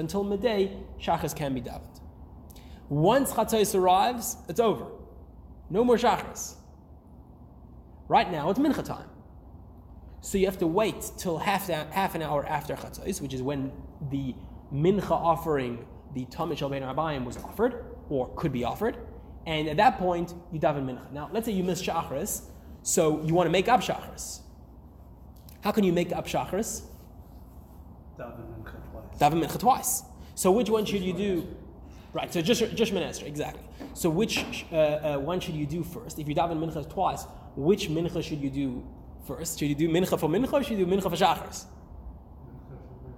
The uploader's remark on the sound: Recorded live at The Torah Center ATL on June 6, 2023